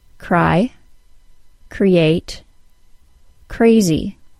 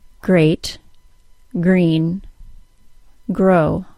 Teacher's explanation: The R sound begins at the same time as the air is released, and the puff of air is bigger for the unvoiced K sound than for the voiced G sound